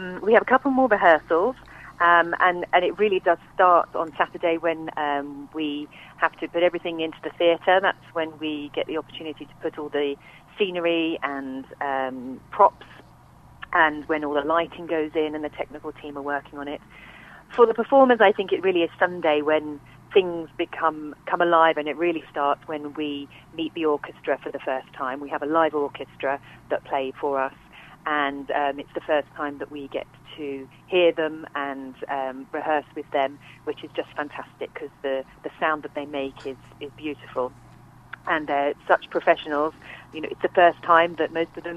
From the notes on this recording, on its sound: joined on the phone